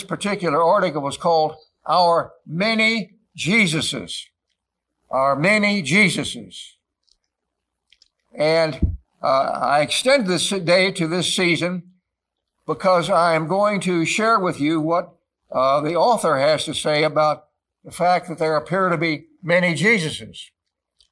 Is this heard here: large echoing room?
yes